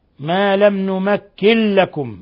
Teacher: نون ساكنة جاء بعدها اللام إضغام بغير غنة